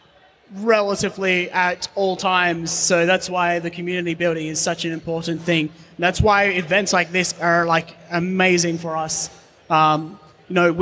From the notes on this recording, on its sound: Live at Perth Games Festival 2017. We're back for another live episode at Perth Games Festival. From our home state of Western Australia.